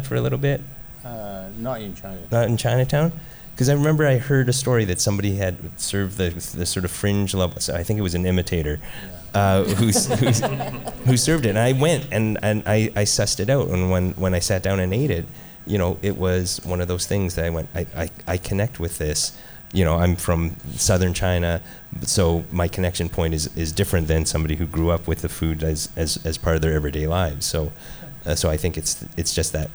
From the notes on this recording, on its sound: He flew in from Winnipeg to join us for a live panel at the Mercury Room to find out the answer.